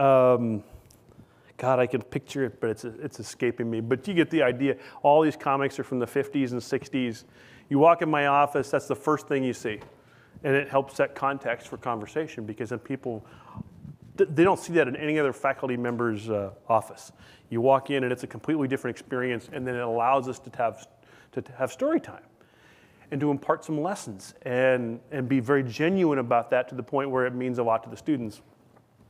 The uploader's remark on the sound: This lecture was recorded at the open house for the USAHEC's newest exhibit